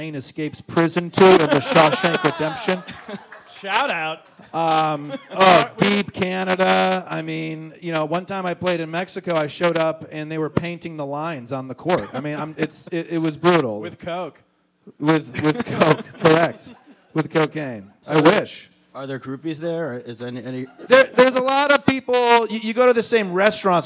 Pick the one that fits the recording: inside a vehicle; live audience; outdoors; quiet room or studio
live audience